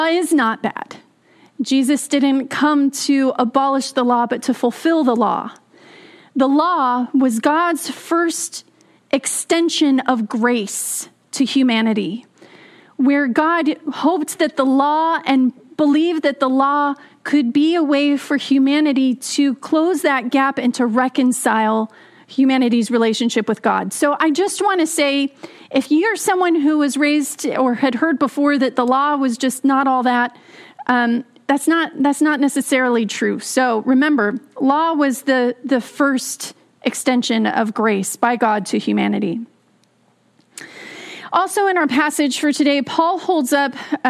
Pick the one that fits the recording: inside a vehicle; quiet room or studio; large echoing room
large echoing room